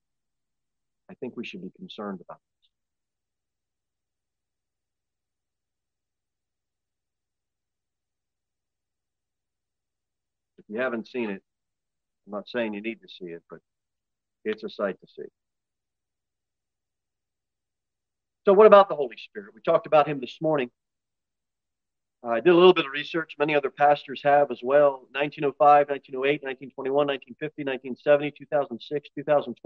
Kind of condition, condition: setting, large echoing room